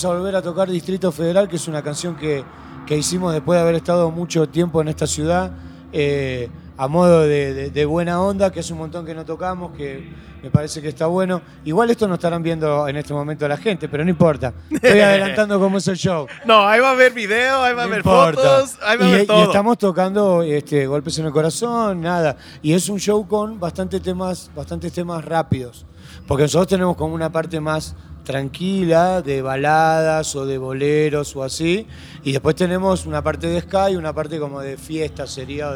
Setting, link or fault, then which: setting, busy venue